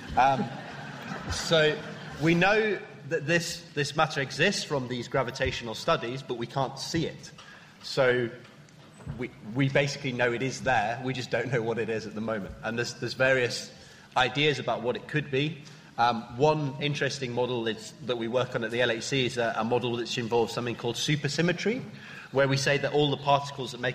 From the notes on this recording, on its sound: BANG! Naked Science Festival. The Naked Scientists take to the stage for the Cambridge Science Festival 2013.